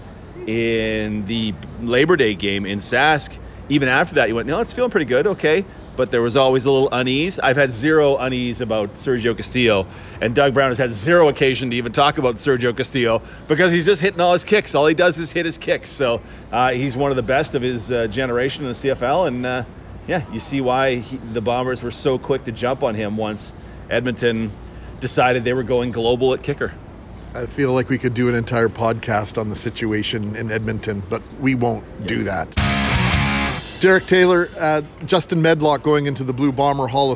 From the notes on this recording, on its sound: Live from Blue Bomber practice.